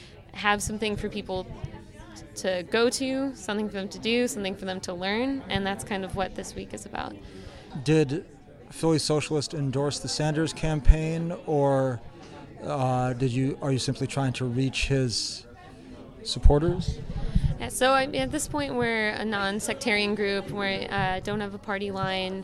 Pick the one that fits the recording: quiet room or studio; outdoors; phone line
outdoors